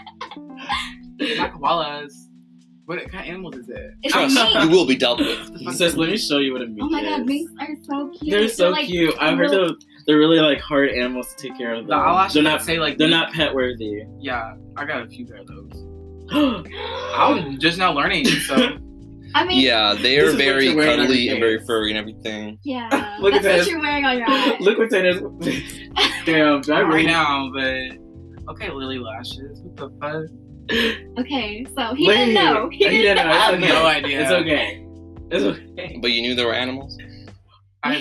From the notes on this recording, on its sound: The auto is kinda weird but we didn’t have a mic at the time and we’re still learning how podcasting works.